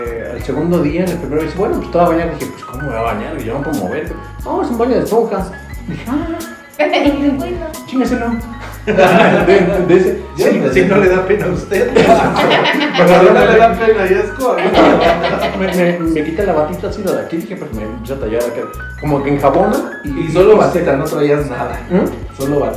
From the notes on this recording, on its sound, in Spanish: Episodio piloto trabajaremos en el audio.